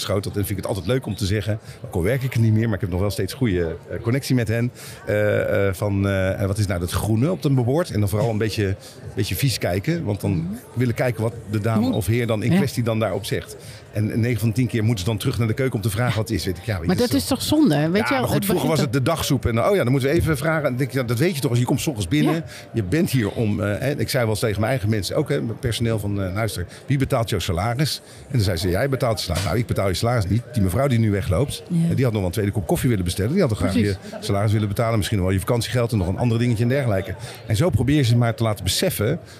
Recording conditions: busy venue